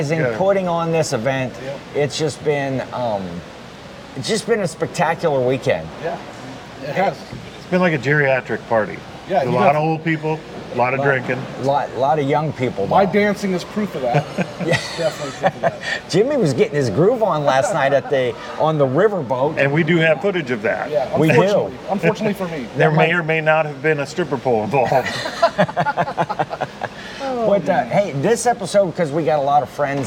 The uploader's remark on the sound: Filmed in Front of a Live Studio Audience. Direct from the hotel lobby in Cincinnati OH, we recap an amazing weekend at the Reseller Rally with tons of surprise guests and a live audience.